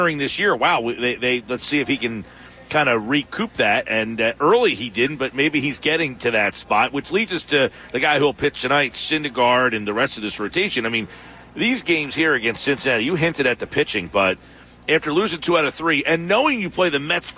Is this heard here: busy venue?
yes